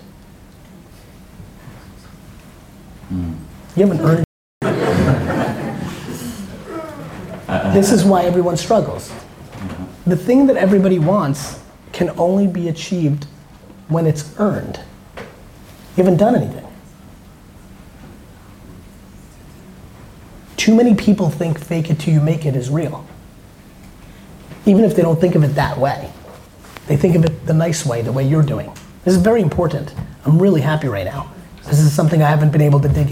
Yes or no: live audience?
yes